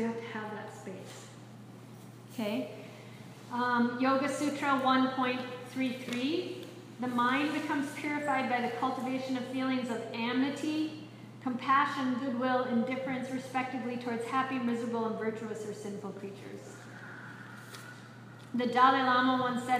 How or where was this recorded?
live audience